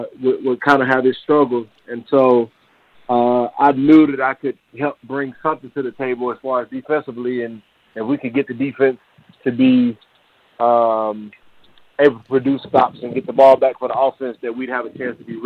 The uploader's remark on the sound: LIVE on the Back In Action Hotline. RWRC Radio on 95.3 The Ticket/AM-970, Ritter Communications Tubetown 21!